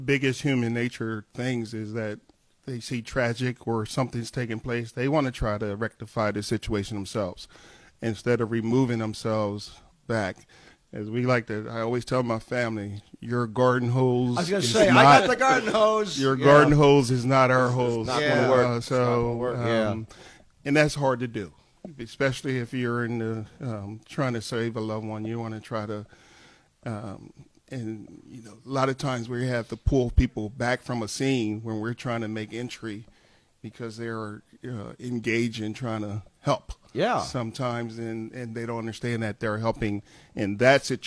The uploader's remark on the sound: Broadcasting live from Wilmington Fire Station #5 in Trolley Square to kick off the 100th Anniversary Celebration of the Wilmington Fire Department